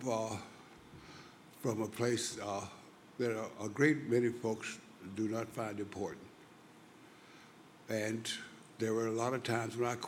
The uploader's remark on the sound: recorded at the 2008 International Achievement Summit in Kailua-Kona, Hawaii